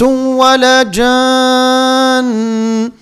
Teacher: عندنا النون المشدة هذه بطبيعة الحال فيها غنة، عقب مد بست حركات لأن بعده حرف مشدد